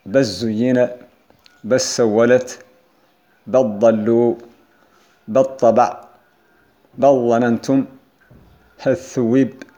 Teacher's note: ويستثنى الكسائي لام بل وهل، فقد أضغمهما في ثمانية أحرف، هي التاء والثاء والزاي والسين والضاد والطاء والظاء والنون.